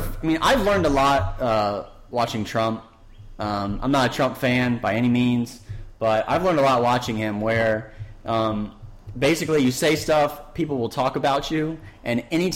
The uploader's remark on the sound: Forgive the echo in the audio. New microphone and live interview gave us some issues.